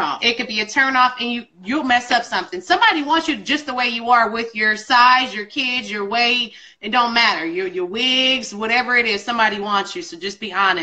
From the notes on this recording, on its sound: live on IG Live